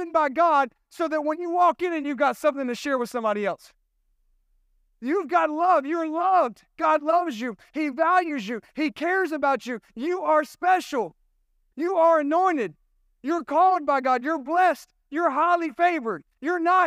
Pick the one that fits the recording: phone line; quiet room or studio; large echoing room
large echoing room